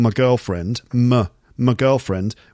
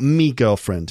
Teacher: Me. I think it's common to reduce my to a weak form. · Shown in: first take